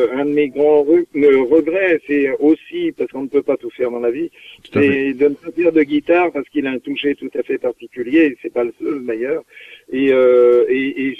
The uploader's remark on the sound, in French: reçoit par téléphone